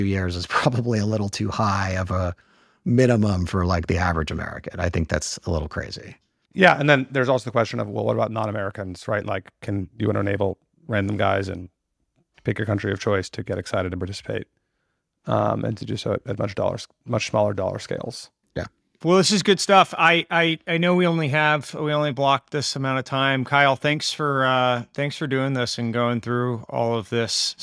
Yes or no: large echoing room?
no